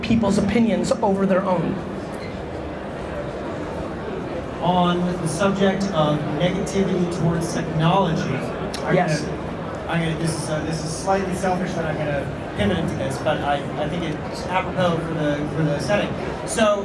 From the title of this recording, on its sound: A Fireside Chat With Samsung NEXT at CES 2017